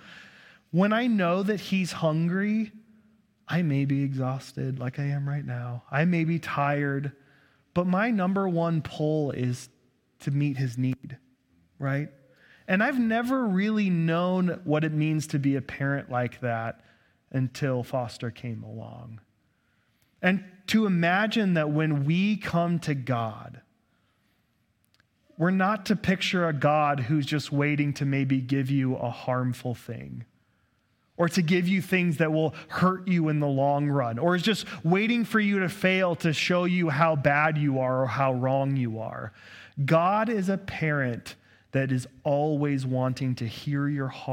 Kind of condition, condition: setting, large echoing room